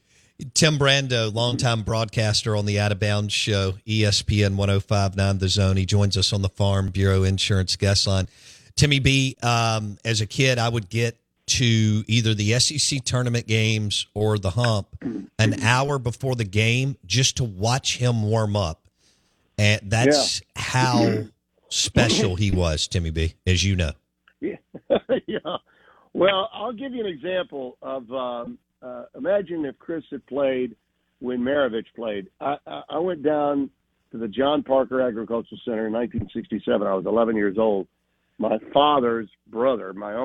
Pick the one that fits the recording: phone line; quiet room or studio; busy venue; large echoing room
phone line